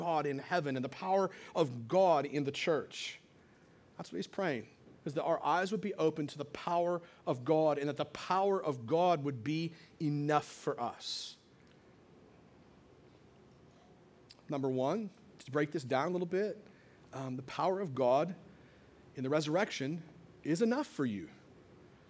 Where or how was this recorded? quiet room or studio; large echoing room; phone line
large echoing room